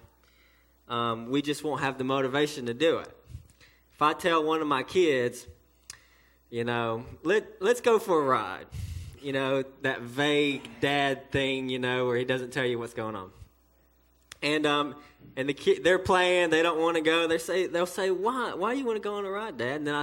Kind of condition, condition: setting, large echoing room